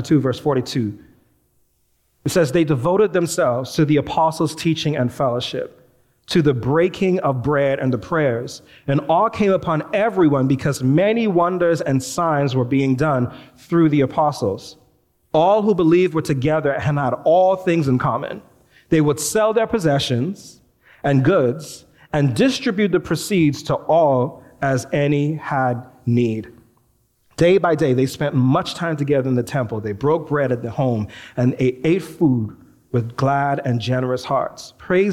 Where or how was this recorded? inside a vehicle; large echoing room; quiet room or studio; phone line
large echoing room